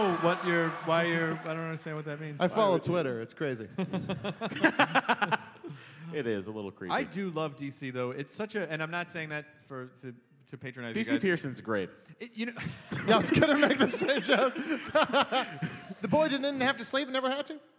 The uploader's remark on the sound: Recorded LIVE in DC. About 700 people showed up to this one and it was a BLAST and a half.